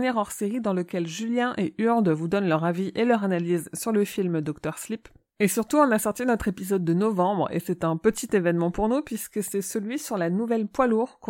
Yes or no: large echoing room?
no